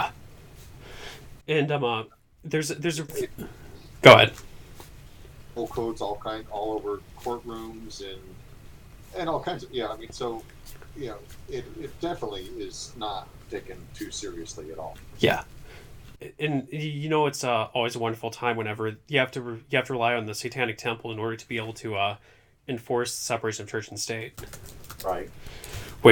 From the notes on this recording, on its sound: the single-track recording I used had a significant imbalance between him and I